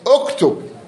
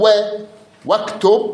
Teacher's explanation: الهمزة، تظهر بالابتدائي وتسقط بالدرجي، بس من قال و واكتب رأسا عبارة على الكاف انت، واكتب الهمزة راحت انبلعت سقطت يعني بالدرجي.